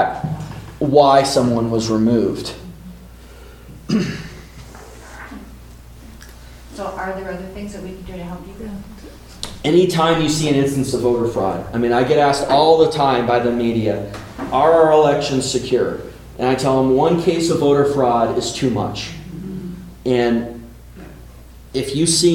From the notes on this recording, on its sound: town hall in Buffalo on May 20, 2023